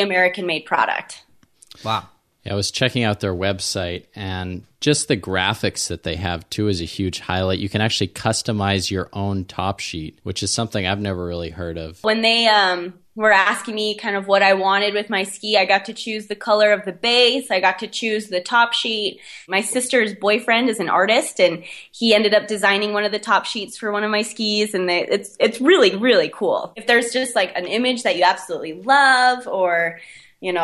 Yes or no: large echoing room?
no